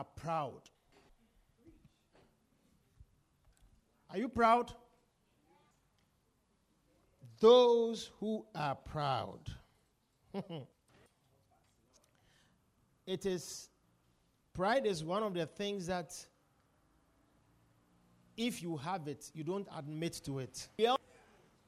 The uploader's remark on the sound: Preached at The Victory Secrets Service.